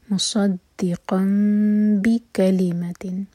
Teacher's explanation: میم کو ہولڈ کریں گے لیکن ہوٹو کو ٹائٹ بند نہیں کریں گے · Term: اقلاب